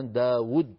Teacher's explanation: نخطفها بواو واحدة مضمومة